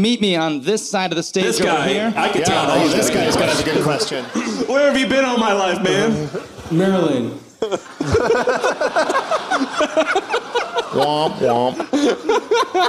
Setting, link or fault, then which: setting, live audience